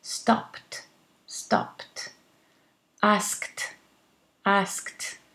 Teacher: Okay, so case number one, voiceless consonants, a T, okay? P is a voiceless consonant and the ED is a T.